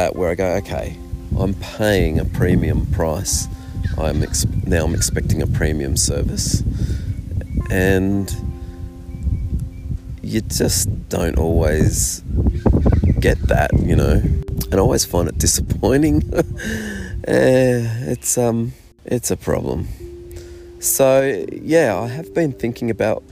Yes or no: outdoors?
yes